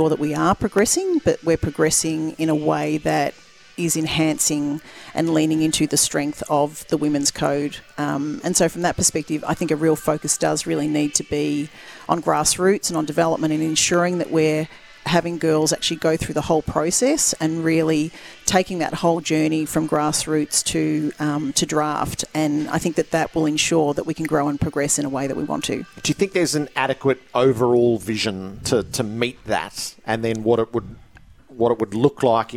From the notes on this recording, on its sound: live from Mars Stadium in Ballarat